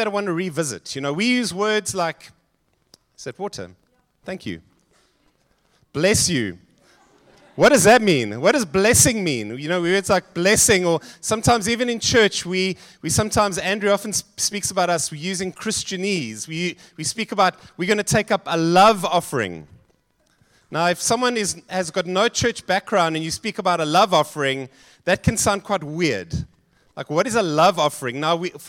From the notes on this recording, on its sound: Joshua Generation Church Wellington AM congregation